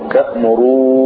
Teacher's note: تأمروني هذه كما قرأناها الآن قراءة حفص وهي قراءة الجمهور، تأمروني بإضغام نون الرفع في نون الوقاية